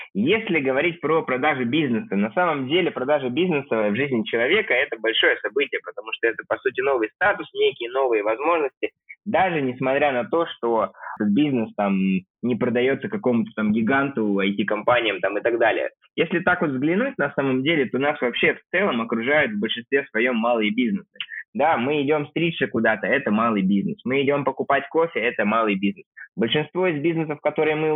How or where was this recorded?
phone line